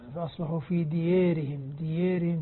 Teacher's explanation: تقليل هنا تقليل ألف لأن الراء بعدها جاءت مكسورة